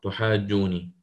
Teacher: عندنا النون مشددة فتكون الواو مدية وفيها المد اللازم